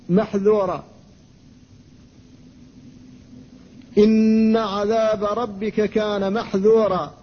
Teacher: فالذال حرف منفتح ولا بد من الحذر من إطباقه · Term: انفتاحه